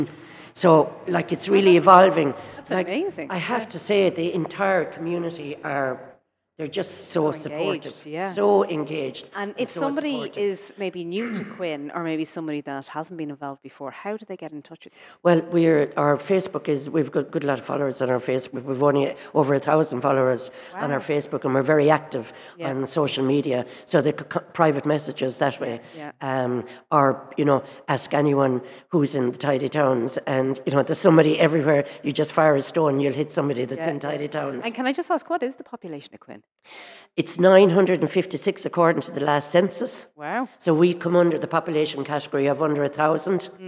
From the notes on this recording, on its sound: LIVE FROM Quin Community Centre